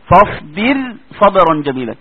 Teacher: إذا نظرت إلى كلمة فاصبر فسترى أن الراء ساكنة وقبلها كسر أصلي وبعدها حرف استعلاء ولكن ليس في نفس الكلمة، فماذا حدث للراء؟ رققت الراء.